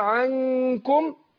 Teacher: النون مش بتبان، بتخفى عند الكاف · Term: إخفاء النون الساكنة